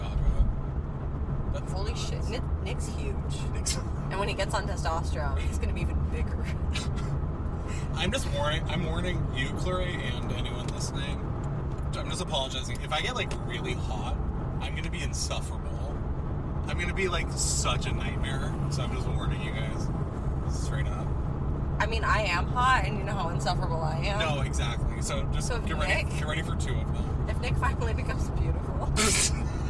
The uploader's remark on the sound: carcast